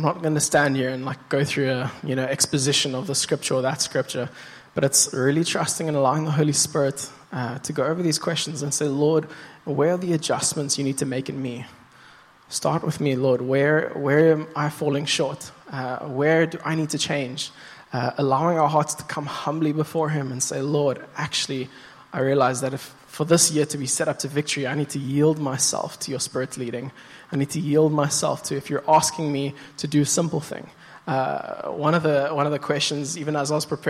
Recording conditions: large echoing room